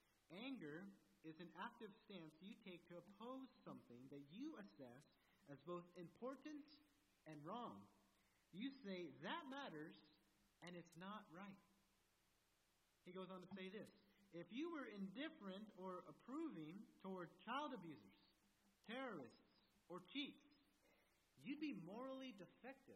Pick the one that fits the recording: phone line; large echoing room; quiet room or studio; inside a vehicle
large echoing room